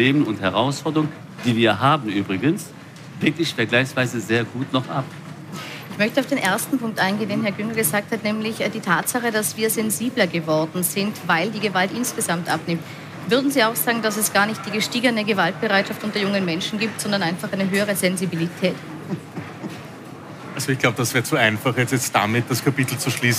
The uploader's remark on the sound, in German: Spezialabend zum Thema Jugendgewalt live aus der Millennium City. Zu einem „Pro und Contra Spezial“ aus im Segafredo Millennium City.